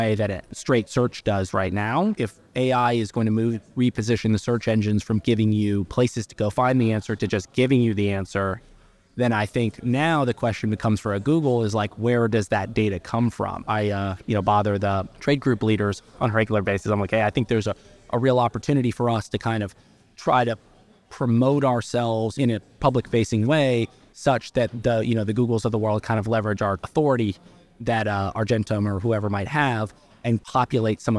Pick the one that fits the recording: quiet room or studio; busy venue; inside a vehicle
busy venue